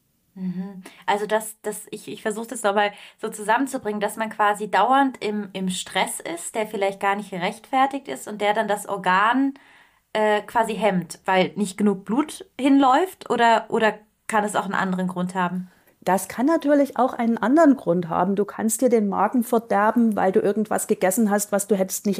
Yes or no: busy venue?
no